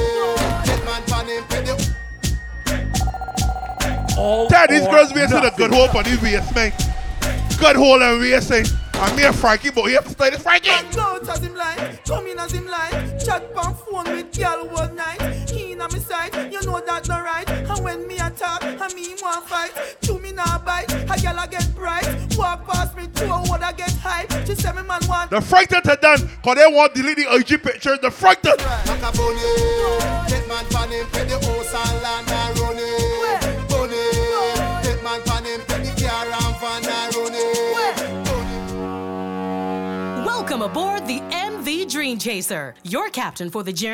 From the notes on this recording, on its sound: LIVE AUDIO FROM MAI TIDE BARBADOS SATURDAY NOVEMBER 18TH, 2023